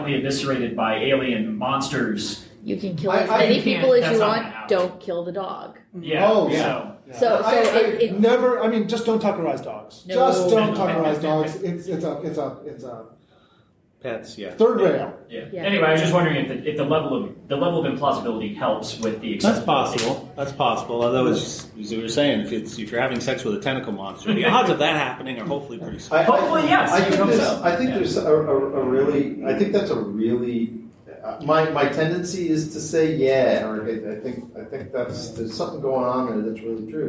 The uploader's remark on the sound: another panel from Balticon 2018